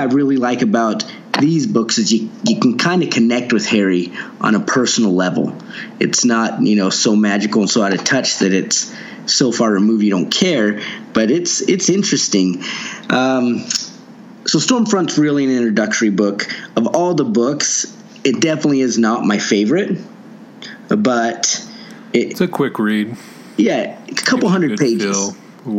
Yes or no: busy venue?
no